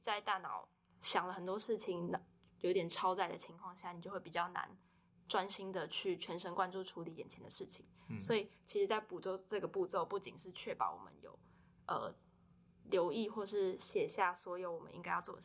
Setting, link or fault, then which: fault, uneven or low level